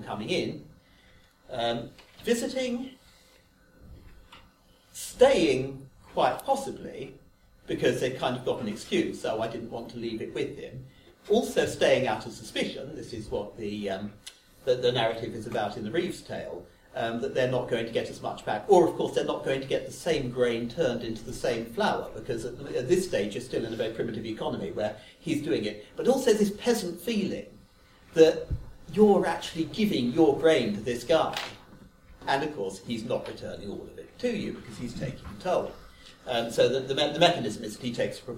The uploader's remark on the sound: Recorded live at the Folklore Society Conference at the Museum of English Rural Life in 2018.